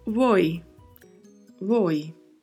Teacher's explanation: É importante ressaltarmos aqui a pronúncia voi, voi. O, a letra V no espanhol ela tem um som muito leve de B de bola. Não é um som marcado, então nem é um som de V, nem é um som de B. Ou seja, não falamos voi e também não falamos boi. · Term: som de B bem suave